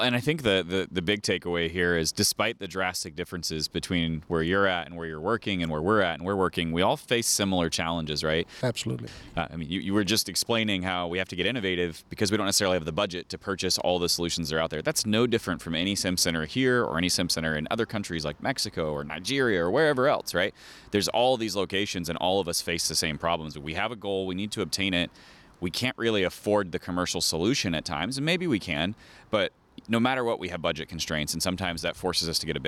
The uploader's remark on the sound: Take a listen to this awesome episode from just outside the #IMSH2023 hall, after the Press Box closed.